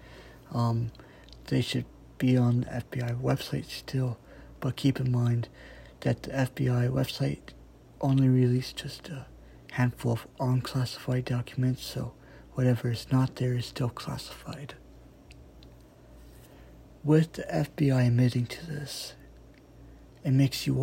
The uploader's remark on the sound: sorry if the audio kinda sounds like it came from an iPhone (cause it did)